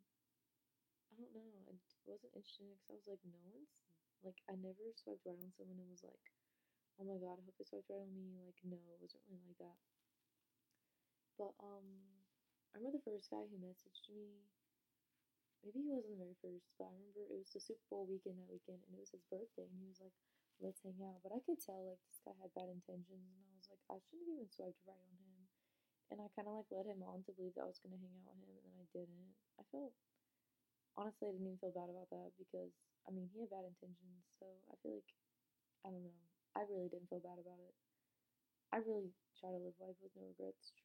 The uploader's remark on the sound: sorry if the audio quality is bad